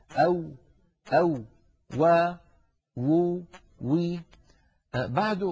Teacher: حرف يخرج من الشفتين ويصاحب ذلك تذبذب للوترين الصوتيين في الحنجرة · Term: الواو